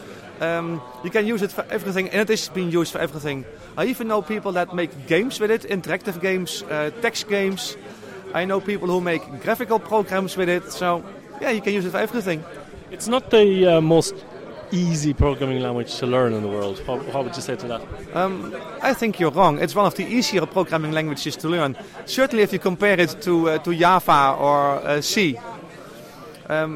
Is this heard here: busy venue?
yes